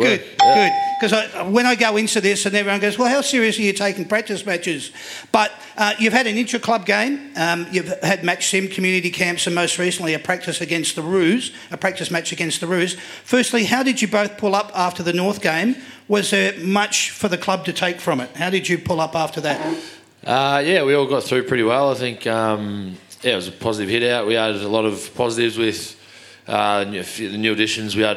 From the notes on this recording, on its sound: That's Good for Footy panel show LIVE from the Waterfront on the Pier, Port Melbourne